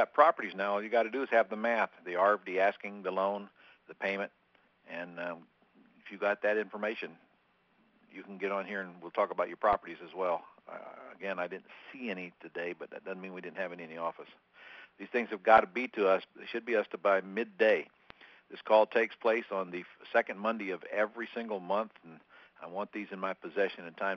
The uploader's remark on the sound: Q&A Call